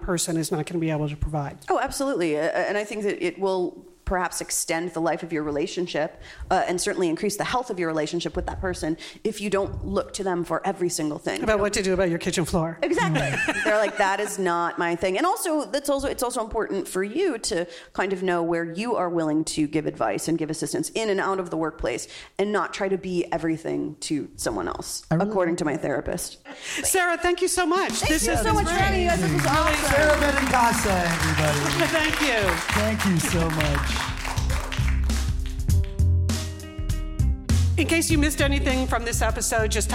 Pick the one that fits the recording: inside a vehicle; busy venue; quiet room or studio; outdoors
busy venue